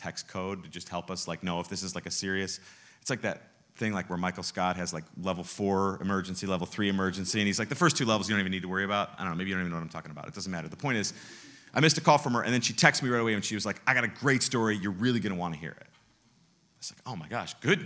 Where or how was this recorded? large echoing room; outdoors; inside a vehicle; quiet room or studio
large echoing room